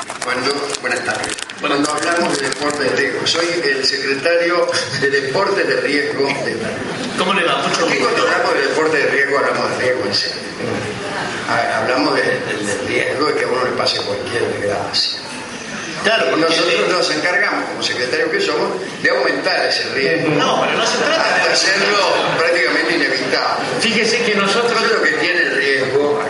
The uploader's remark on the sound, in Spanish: En el Aula Magna de la sede del Rectorado de la Unicén. Realizó una emisión del programa radial "La Venganza será Terrible", emitida por los micrófonos de Radio Del Plata.